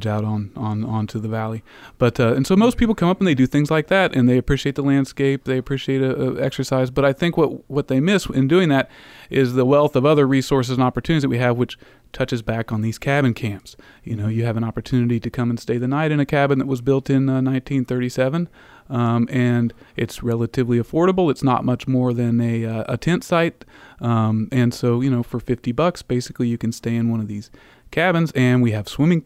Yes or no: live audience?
no